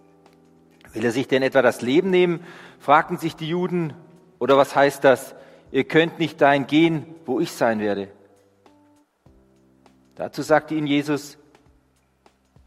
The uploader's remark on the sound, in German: Die Predigt aus dem Gottesdienst